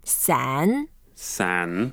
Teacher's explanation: 伞 is a third tone, so you need to go down and up. When you say it, you need to make a lot of effort.